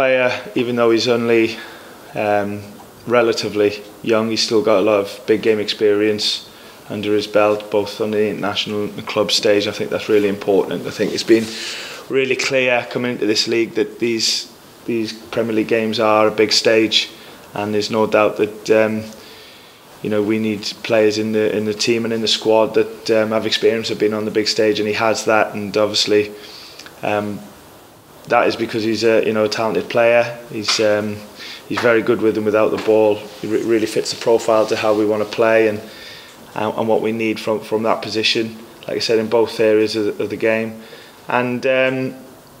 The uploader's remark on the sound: Pre Match Press Conference